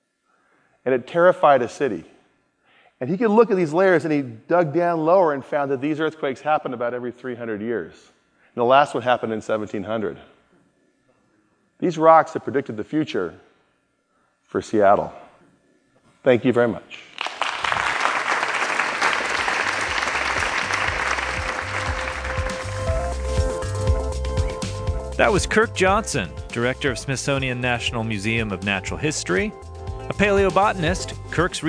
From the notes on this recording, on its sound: In this talk at Smithsonian Magazine's The Future Is Here Festival in Washington, DC.